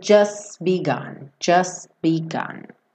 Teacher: Eu posso falar just, se eu quiser ter um, né, uma explosão de som, ou eu posso ir reduzindo isso até praticamente nada, que é o que acontece aqui, né? Então ele pega do S, just begun, ele já fecha o B para o begun, então você não ouve o t, tá bom? And the new one, just begun, just begun.